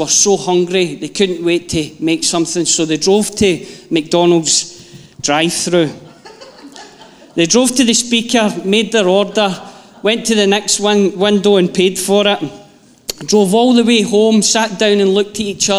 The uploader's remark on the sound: Live from our Sunday gathering on 31/07/22